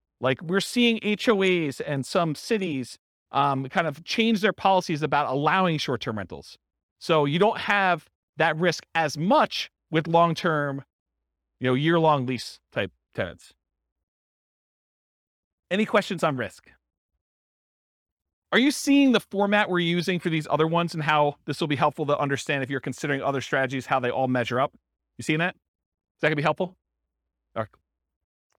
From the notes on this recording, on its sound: This was a live class recorded